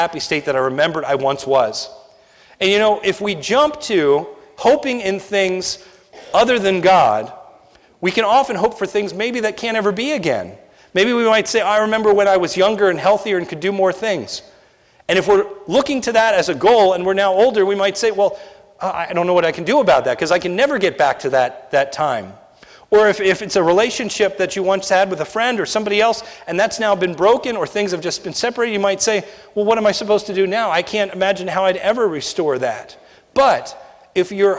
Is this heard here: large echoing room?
yes